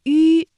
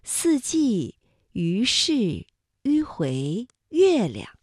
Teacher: 声带是震动的，软腭上升，关闭鼻腔通路 · Term: 舌面单韵母